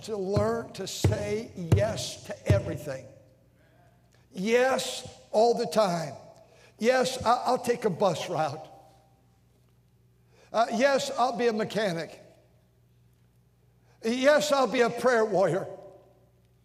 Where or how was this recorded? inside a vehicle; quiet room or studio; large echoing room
large echoing room